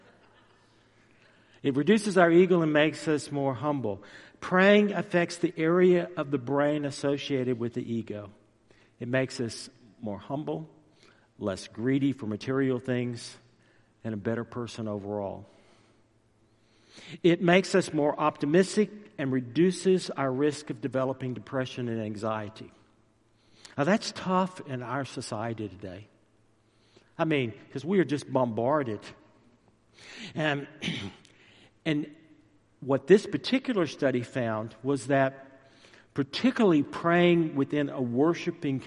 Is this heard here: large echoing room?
yes